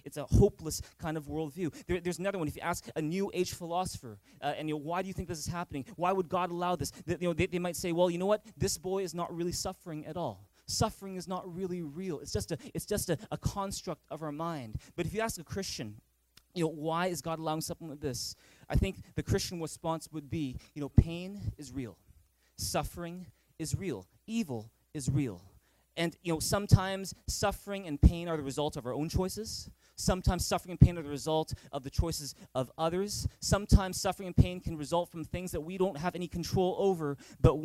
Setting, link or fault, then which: setting, large echoing room